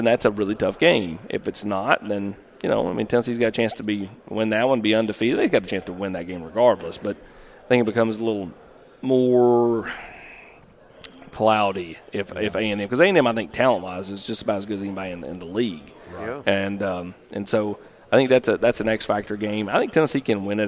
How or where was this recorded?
busy venue